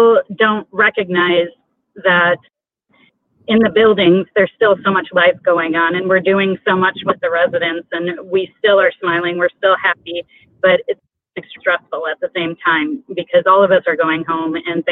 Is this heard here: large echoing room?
no